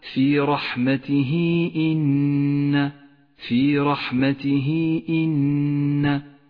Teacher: هاء الضمير وقبلها حرف متحرك وبعدها حرف الهمزة، مد الصلة الكبرى، وهو مد جائز، اخترنا قصر مده على حركتين، وقد ميزت إشارة الصلة باللون البرتقالي إشارة إلى زمن وموقع المد.